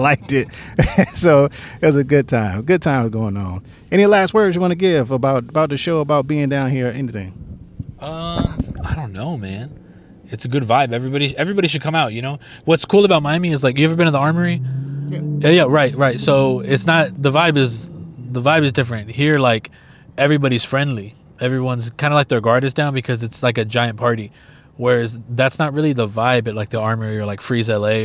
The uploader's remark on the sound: We recorded a conversation riding in traffic after leaving Pinta.